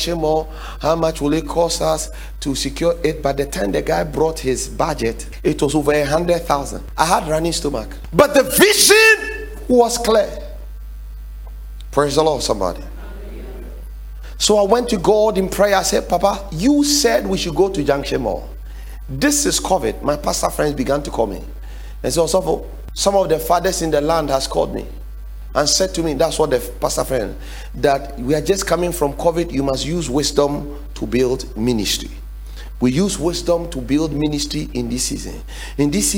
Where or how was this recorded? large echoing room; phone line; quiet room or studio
large echoing room